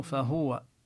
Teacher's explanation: فهو نبين ضم الهاء، بعض القراء يقرأ بالتسكين فهو، أما نحن فهو، ننتبه لضم الهاء